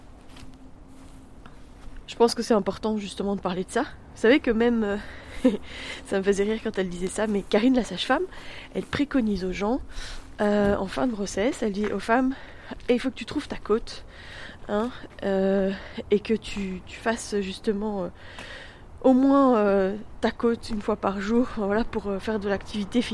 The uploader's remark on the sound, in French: Je vous emmène en balade matinale, défi créatif du jour, enregistrant cet épisode tout en déambulant dans le village. Il est 7 heures du matin, l'église vient de sonner.